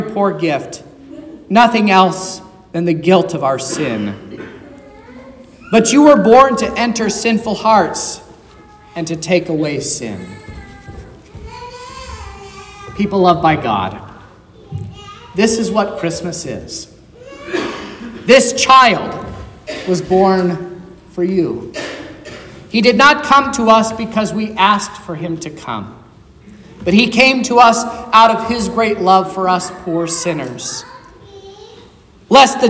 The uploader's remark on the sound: This is the sermon preached at Trinity Lutheran Church on Sunday, December 14th, 2023, which was Christmas Eve